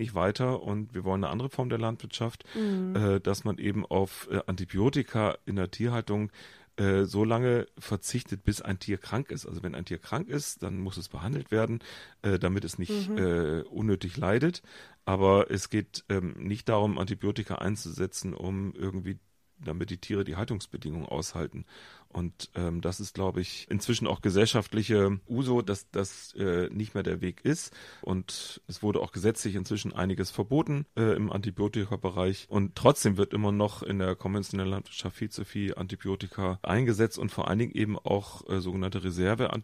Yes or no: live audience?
no